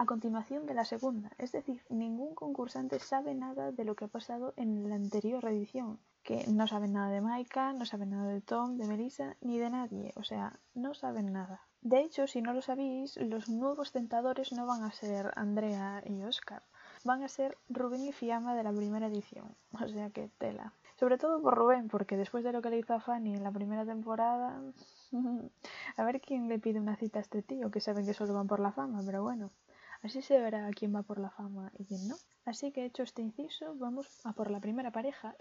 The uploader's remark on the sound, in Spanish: Disculpen si se oye ruido de fondo, era mi primerito día, no volverá pasar.